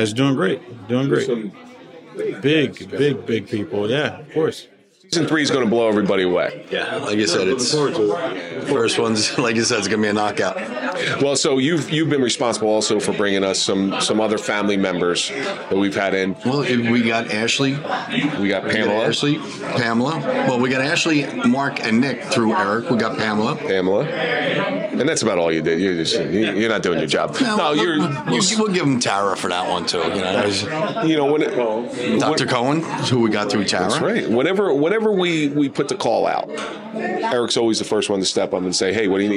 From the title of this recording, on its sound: Live at the Grande Saloon